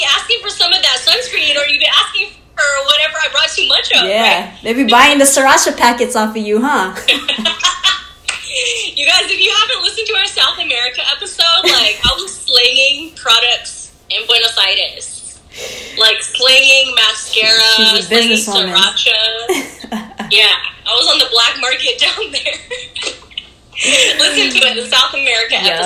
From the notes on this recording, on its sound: we got together via IG Live to record an episode